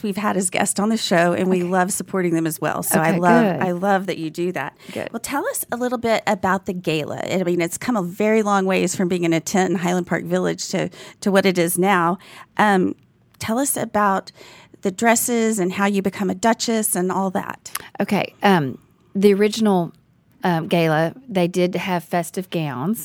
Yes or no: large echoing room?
no